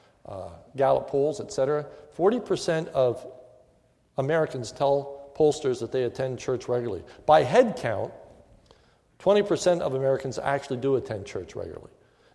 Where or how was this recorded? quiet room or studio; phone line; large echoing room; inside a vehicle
large echoing room